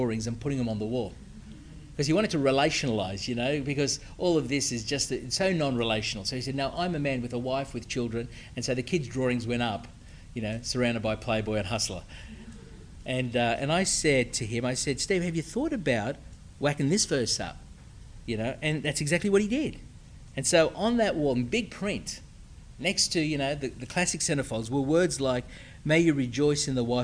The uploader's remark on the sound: speaking as part of Refresh 2010, a conference for approved Geneva Push church planting couples.